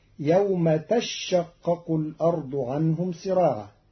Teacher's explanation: قرأ قالون كلمة تشقق بتشديد الشين الأولى فتصير يوم تشقق الأرض عنهم سراعا على أنه تتشقق خففت بإبدال التاء الثانية شينا وإدغامها في الشين.